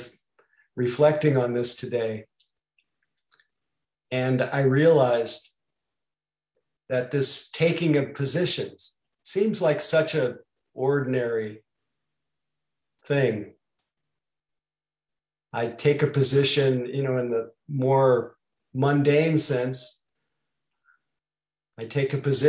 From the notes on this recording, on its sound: (Mission Dharma) Recorded Zoom Session.